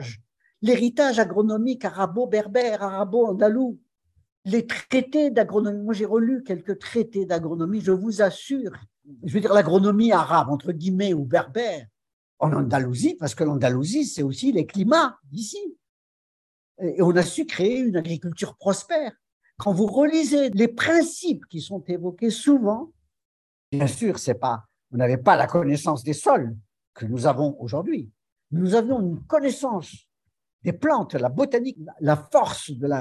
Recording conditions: video call